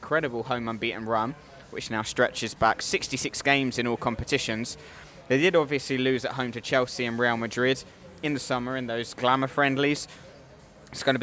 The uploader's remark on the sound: Live from a sports bar on the Ringstrasse in Vienna